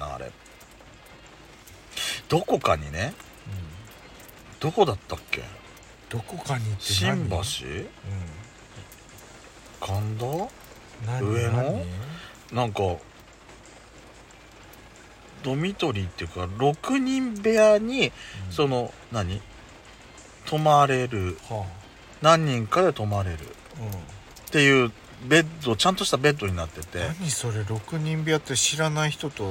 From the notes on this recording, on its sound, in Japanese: パーキング収録。雨音ノイズ。